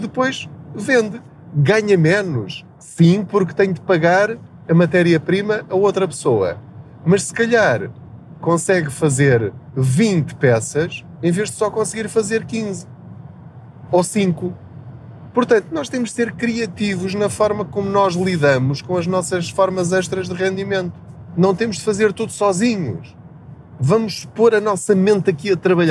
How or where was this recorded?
inside a vehicle